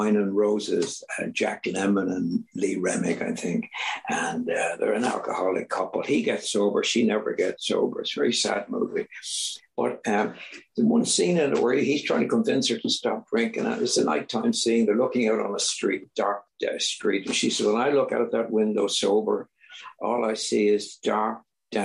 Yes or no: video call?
yes